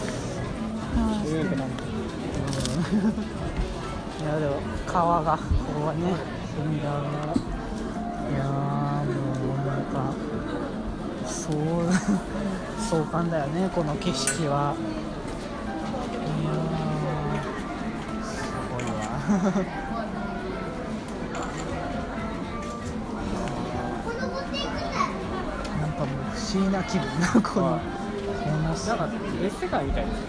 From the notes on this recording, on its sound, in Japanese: 東京デート。初の野外での収録でどきどきでしたが楽しかったですね～。